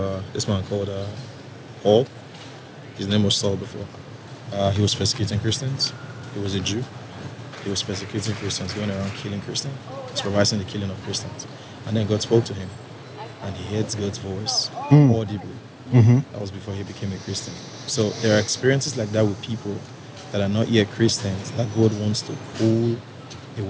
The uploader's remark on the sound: Location: San Antonio, Texas. Recorded w/Go-Pro.